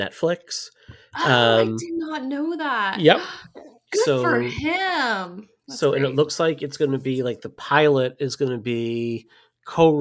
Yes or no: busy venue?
no